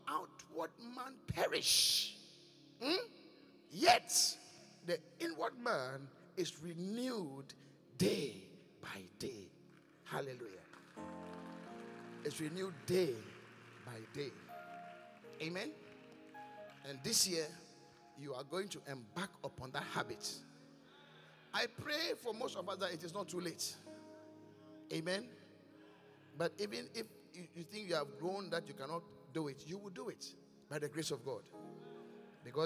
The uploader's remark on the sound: Preached at The Qodesh